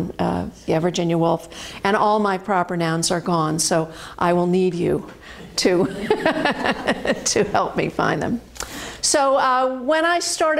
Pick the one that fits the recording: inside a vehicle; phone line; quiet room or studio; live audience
live audience